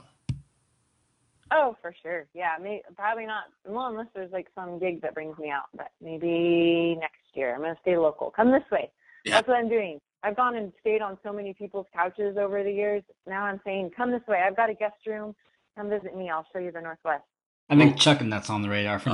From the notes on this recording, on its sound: Was kind enough (and patient enough) to join us for a podcast over the phone.